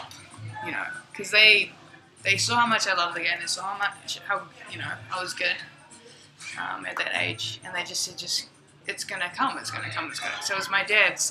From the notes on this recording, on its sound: I apologize for the sound quality, as we recorded this episode in the local cafe, but we will be opening a studio very soon.